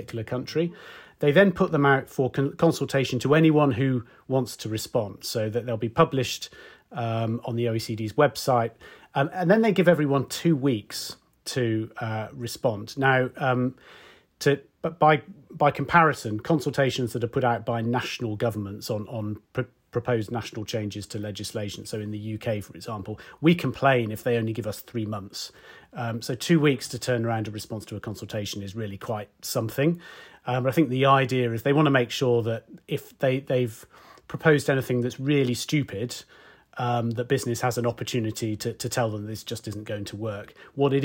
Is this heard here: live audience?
no